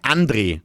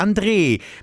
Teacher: Und ich sage dann immer, du sagst ja auch nicht Andreas. Ich heiße André mit dem langen E, so wie Andreas. · Shown in: second take